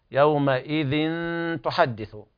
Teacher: أيضا نخرج طرف اللسان في الذال، يومئذ تحدث، وبعد نطق التنوين نجد التاء، وهنا إخفاء حقيقي.